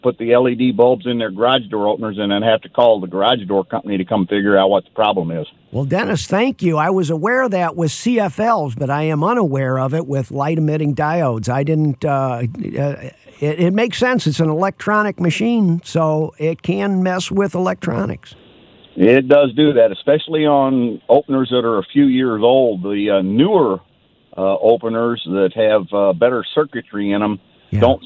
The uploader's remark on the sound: takes and answers your phone calls